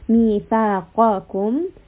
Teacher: So قَاف is heavy and then كَاف is light, so we want to switch.